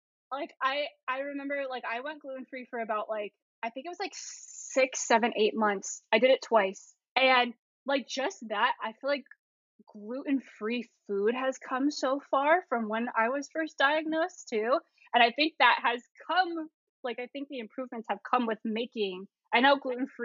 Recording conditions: poor sound quality